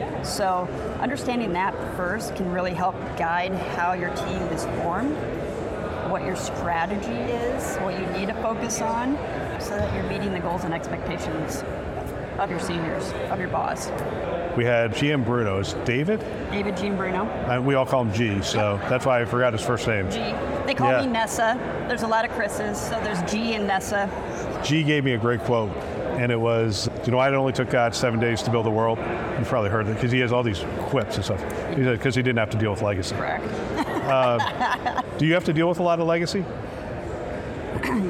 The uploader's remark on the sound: an Interview in Action live from CHIME